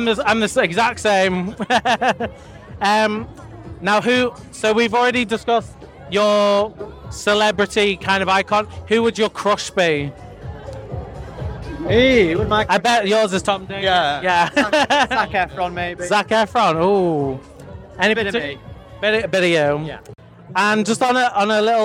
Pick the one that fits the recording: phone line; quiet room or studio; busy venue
busy venue